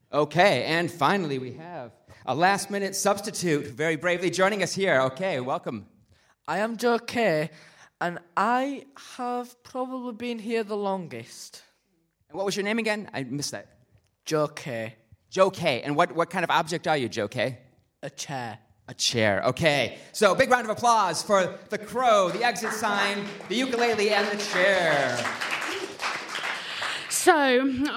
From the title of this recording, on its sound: Live from the Writing on Air Festival